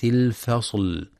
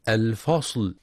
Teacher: ينتبه القارئ لترقيق الفاء واللام في كلمة الفصل · Shown in: first take